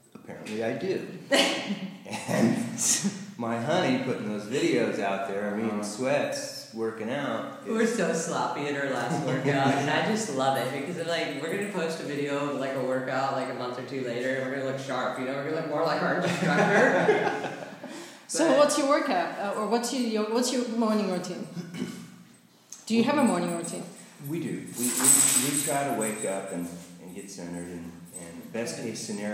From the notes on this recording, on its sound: We recorded this episode while in Baja. Although the audio is not ideal. We had a casual conversation in Baja and even though the audio is not perfect.